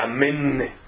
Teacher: a pessoa força demais o n, de forma que parece ter um seré, parece ter um e após. Então fica amém. · Term: amém hatufá